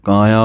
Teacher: ਦੇ ਉੱਤੇ ਥੋੜ੍ਹਾ ਜਿਹਾ ਜਮਕ ਹੈ ਅਤੇ ਕਾਇਆ ਪਾਠ ਆਇਆ ਹੈ ਕੱਕੇ ਕੰਨਾਂ ਉੱਤੇ ਬਿੰਦੀ ਥੋੜ੍ਹੀ ਜਿਹੀ ਬੋਲਣੀ ਹੈ ਨੱਕ ਦੇ ਵਿੱਚ